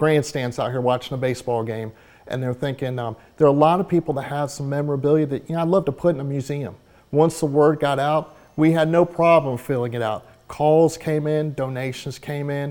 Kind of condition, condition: setting, busy venue